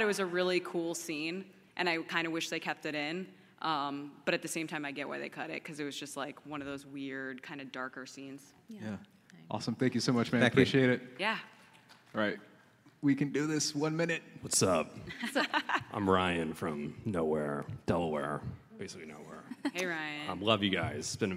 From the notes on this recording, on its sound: Please enjoy this recorded panel from Star Wars Celebration Anaeheim 2022!